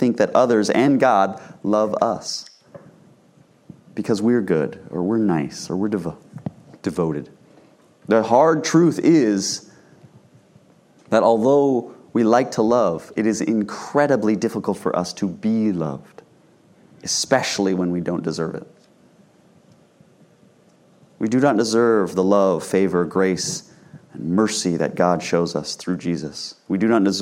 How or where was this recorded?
large echoing room